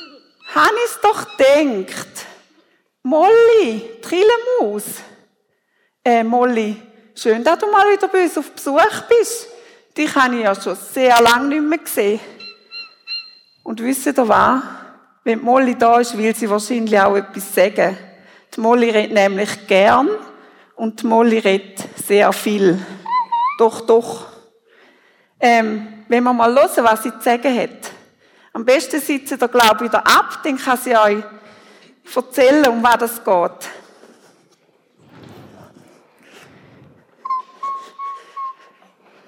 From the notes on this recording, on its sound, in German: Predigt Loehningen. Familiengottesdienst zu Erntedank 2023.